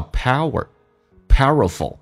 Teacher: E,加个 L,中间我们一般会加个也作为一个过渡，叫 feel compelled.你要记住我写的是美式音标，所以跟你也许英式音标 IPA 音标有点不一样。Feel compelled to live 跟 a 有一个零叫 liver, powerful,我们知道元音内部之间也会有这个连音的部分，那么 power 跟 a 一般中间加个 w 半元音作为滑动，叫 power, powerful,而且 ful 中间一般在英式发音会有个 a,但美式发音 a 跟 l 在一起， a 会被 l 所吸收，所以直接发成 f 跟 l,叫